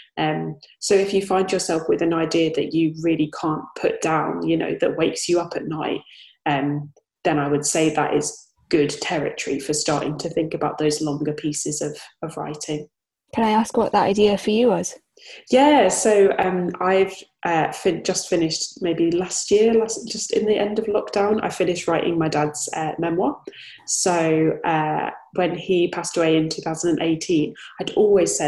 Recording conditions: video call